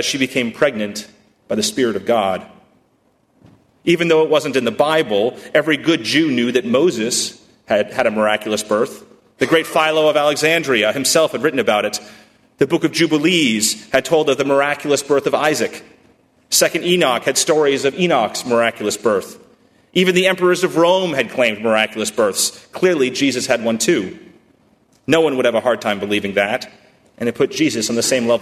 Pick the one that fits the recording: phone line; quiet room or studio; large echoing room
large echoing room